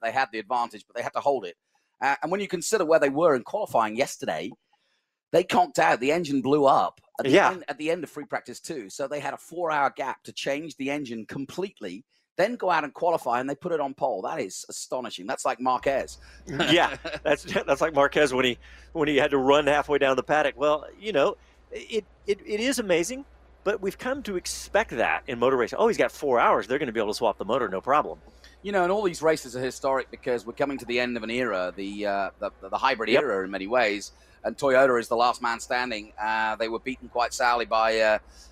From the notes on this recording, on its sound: Live post-race coverage from Circuit of The Americas as World Endurance Championship racing comes to a close.